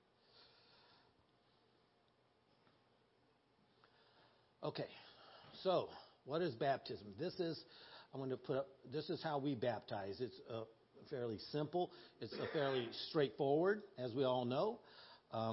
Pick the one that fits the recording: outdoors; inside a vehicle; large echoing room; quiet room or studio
large echoing room